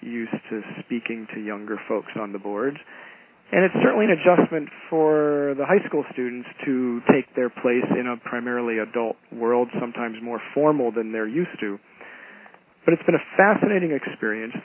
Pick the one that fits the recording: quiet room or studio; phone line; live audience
phone line